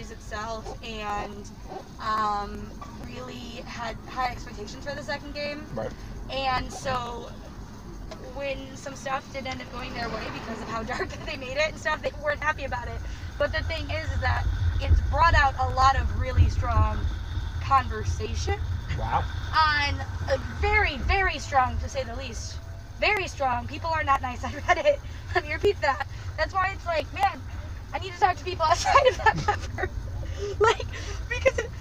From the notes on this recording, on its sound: No Longer Apart is recorded in a Model S Tesla rideshare in NYC. No one expects the worlds only Tesla mobile podcast studio to show up as their Uber or Lyft. Each live audio recording is then paired with 4K driving footage from a camera mounted on the car.